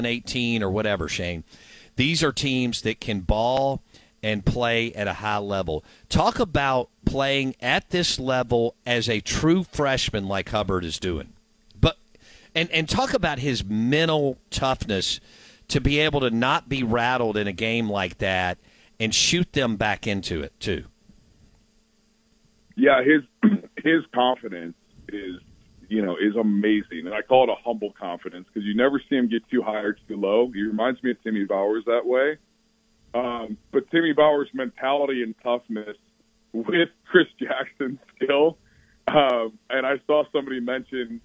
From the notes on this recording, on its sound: In the third hour of the show live in the BankPlus Studio. Joins the show on the Farm Bureau guest line.